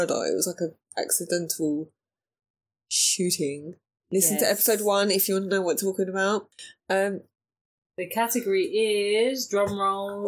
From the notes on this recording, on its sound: A pre-drinks fuelled 2nd recording (on the wrong microphone).